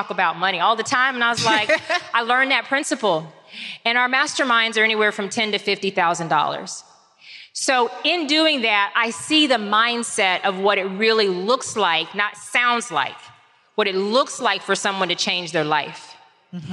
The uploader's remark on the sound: LIVE from Atlanta